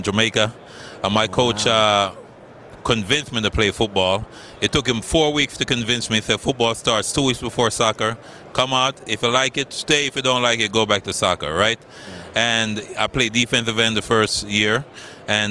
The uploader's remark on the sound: Live from Super Bowl LVIII - Day 4